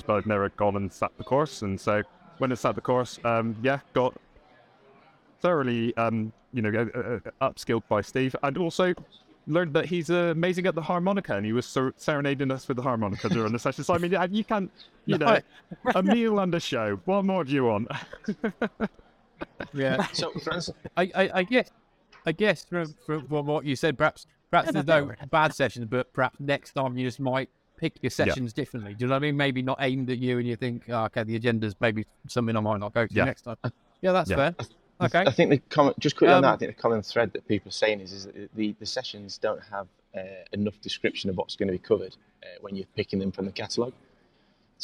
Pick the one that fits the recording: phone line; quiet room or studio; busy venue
busy venue